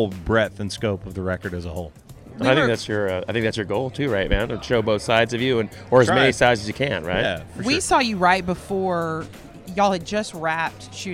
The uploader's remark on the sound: live from the 2019 CMA Awards!